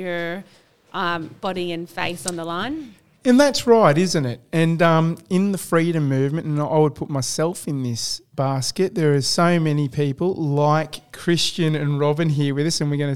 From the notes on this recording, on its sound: Live from the Laguna Club, Political Seminar Event. We broadcast live from the Laguna Club in Inglewood Western Australia on behalf of the WA Building Industry Alliance and the WA Conscious Businesses during their Political Seminar Event.